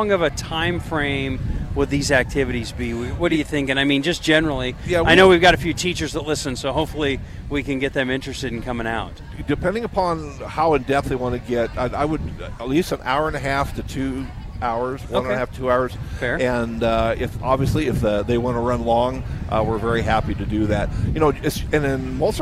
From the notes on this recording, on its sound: LIVE from Lincoln Airshow